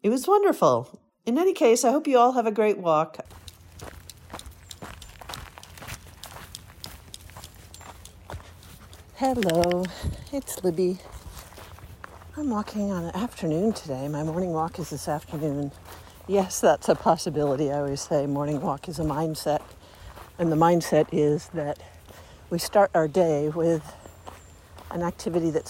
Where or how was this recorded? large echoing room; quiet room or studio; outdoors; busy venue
outdoors